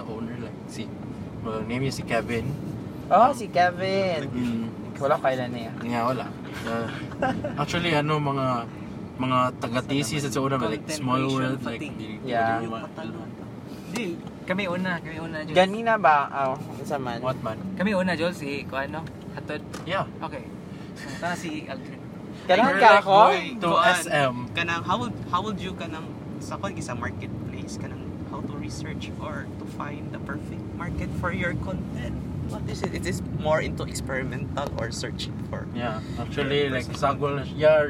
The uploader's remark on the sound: Content Creator talks in a car #3 (Carcast)